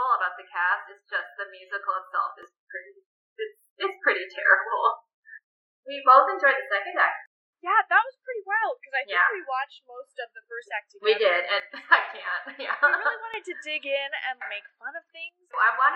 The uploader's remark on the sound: The audio quality is a little rough in this one (sorry!)